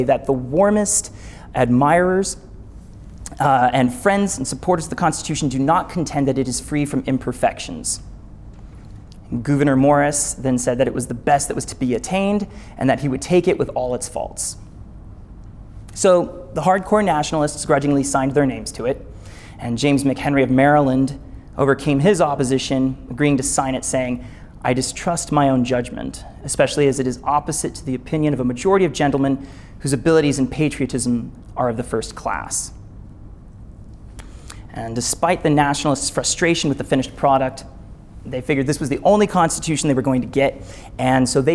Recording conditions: live audience